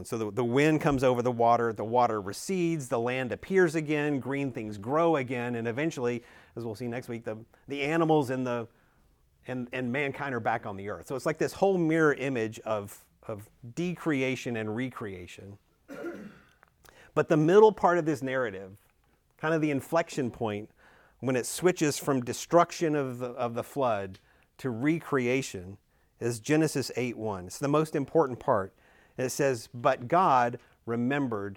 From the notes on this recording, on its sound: Recorded at Emmaus Church in Buford, GA on Wednesday, November 1, 2023.